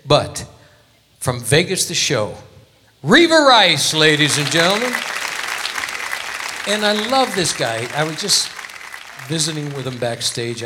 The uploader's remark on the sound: Live at the SouthPoint Casino